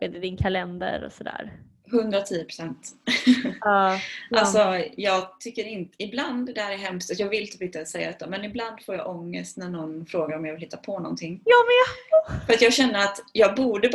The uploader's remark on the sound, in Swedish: Snälla ha hänsyn till ljudet då vi pratar över skype så ljudet är såklart inte det bästa.